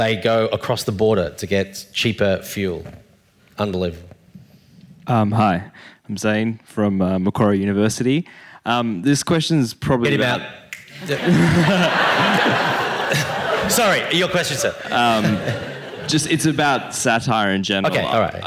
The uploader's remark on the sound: Audience Q&A. This Sydney Ideas event was held on 5 November 2018 at the University of Sydney.